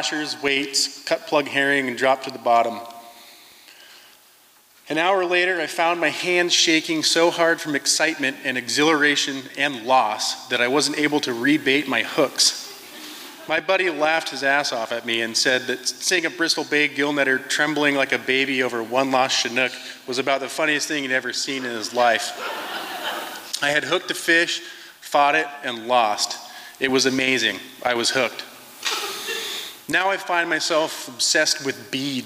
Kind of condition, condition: setting, live audience